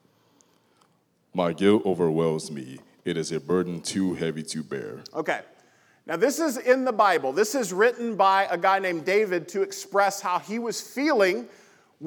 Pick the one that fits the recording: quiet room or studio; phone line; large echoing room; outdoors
large echoing room